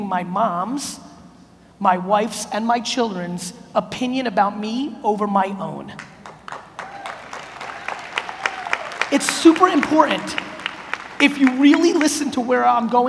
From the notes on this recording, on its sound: A Keynote: NAC Philadelphia 2018.